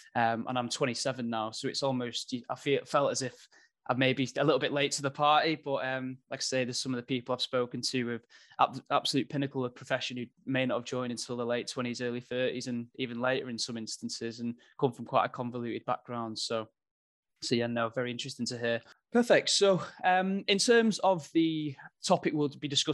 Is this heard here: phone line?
no